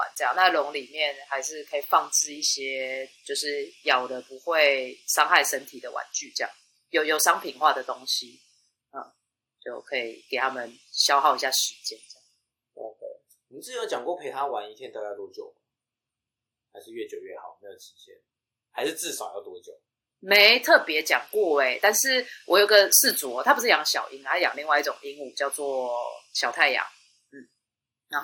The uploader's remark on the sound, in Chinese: 本集節目因音檔異常造成音質不佳敬請見諒。